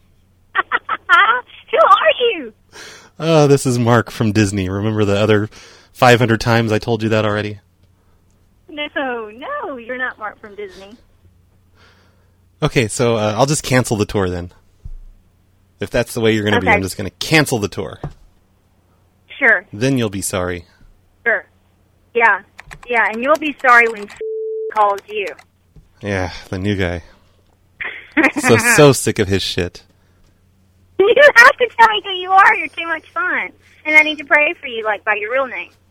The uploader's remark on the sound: Prank Phone Calls Collection. Snow plow show reservations and voicemails.